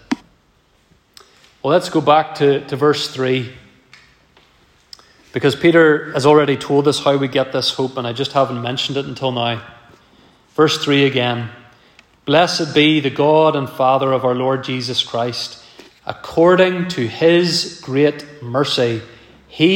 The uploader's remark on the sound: This message was preached at our first Autumn Guest Service of 2023.